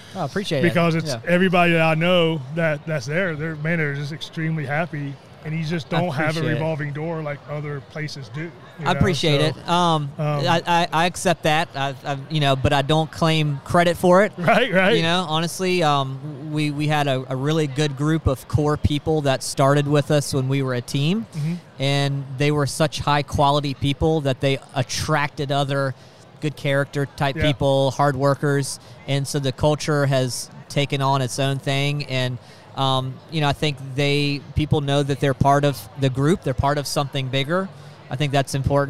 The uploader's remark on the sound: Interviews Guests at REALTORfest 2022